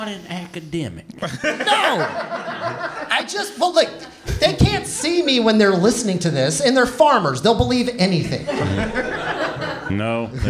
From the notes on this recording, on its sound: In front of a live audience at the Fallout Theater in Austin, Texas. As part of the Moontower Comedy festival.